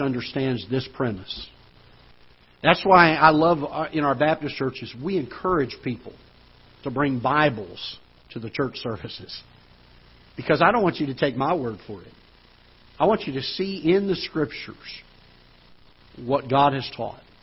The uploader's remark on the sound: Ketha Heights Baptist Church ~ Live Broadcast